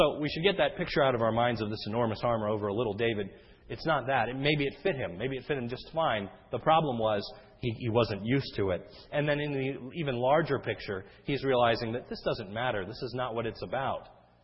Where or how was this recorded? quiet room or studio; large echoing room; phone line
large echoing room